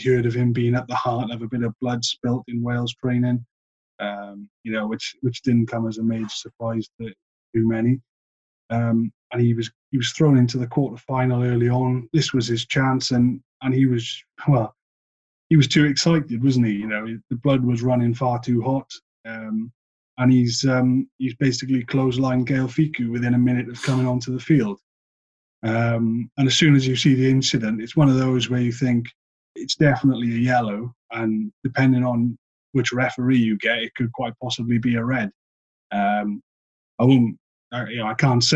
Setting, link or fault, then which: link, video call